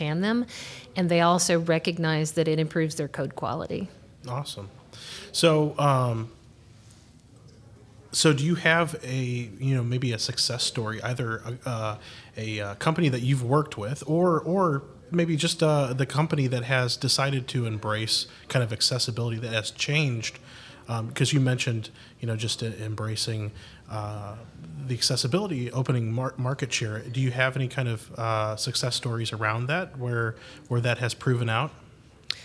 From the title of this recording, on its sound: Live From Agile Midwest